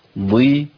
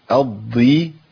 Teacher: ان الضاد المكسوره لسه فيها تفخيم عالي شويه عن حروف زي القاف والغين والخاء كده